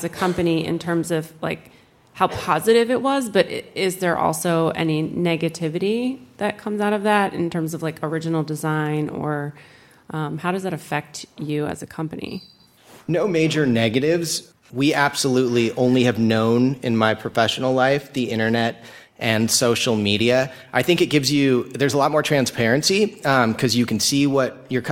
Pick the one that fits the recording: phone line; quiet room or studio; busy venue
busy venue